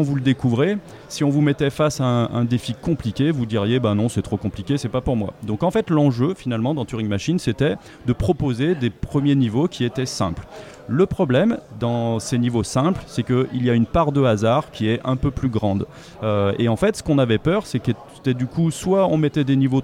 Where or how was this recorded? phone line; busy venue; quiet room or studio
busy venue